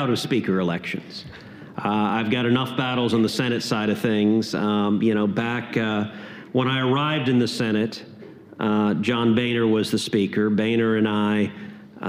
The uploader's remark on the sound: LIVE at Yale University. Special Young America’s Foundation event.